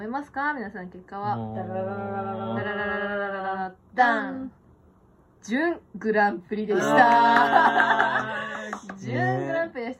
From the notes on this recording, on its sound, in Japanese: めっちゃご飯食べながらのひとコマでの収録。